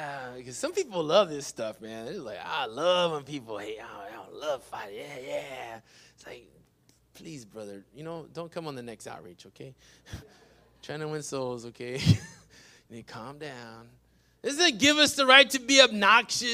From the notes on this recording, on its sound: PREACHED IN WESLACO TX, 6-20-21